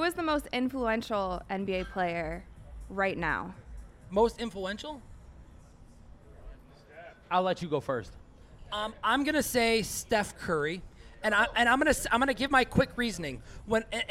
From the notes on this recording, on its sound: broadcast live from the District Bar in Scottsdale, Arizona